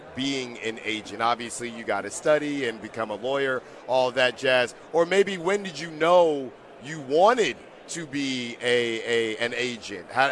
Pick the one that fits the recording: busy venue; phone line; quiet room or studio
busy venue